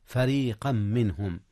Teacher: إدغام تنوين فريقا في ميم منهم، فريقا منهم، إدغام بغنة